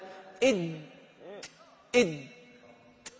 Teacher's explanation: إد التصق رأس اللسان مع أصول الثنايا العليا · Term: مخرج الدال